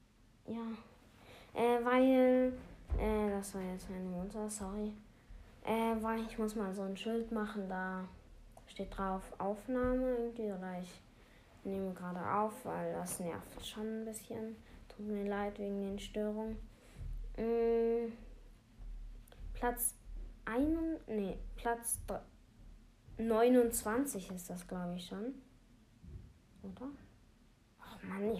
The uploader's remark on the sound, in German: Sorry wegen den Nebengeräuschen